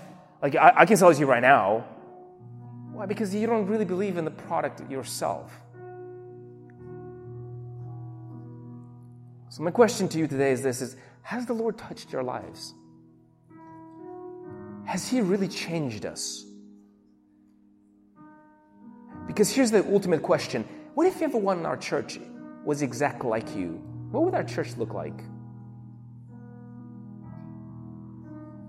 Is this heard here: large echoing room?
yes